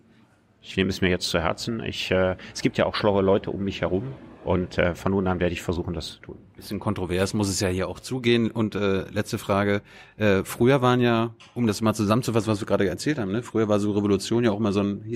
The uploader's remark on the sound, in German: Juli in der Berliner Buchhandlung "Ocelot" aufgezeichnet.